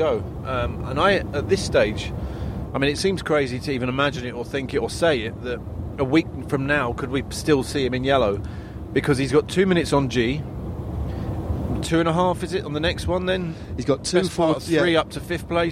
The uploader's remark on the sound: Live(ish) from the back of the Eurosport van